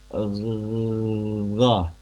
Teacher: Huruf ghain itu kalau sukun atau kalau memang andaikan tasdid misalkan, itu tetap mengalir suara itu. Gha itu bukan huruf yang syiddah, kuat tertahan, bukan. Huruf ghain ini justru mengalir betul. Gha. Kan ghain itu diucapkannya di tenggorokan luar ya.